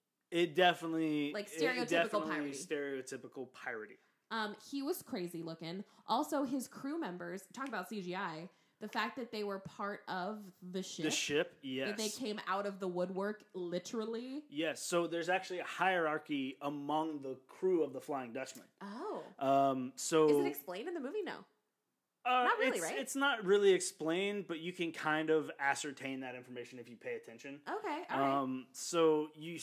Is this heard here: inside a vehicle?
no